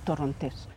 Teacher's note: You emphasize, you put the stress on the last syllable